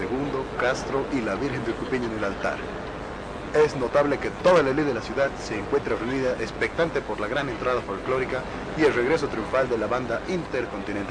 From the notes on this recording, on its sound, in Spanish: con una grabadora decente para devolverle el micrófono a la compu de mi abuelo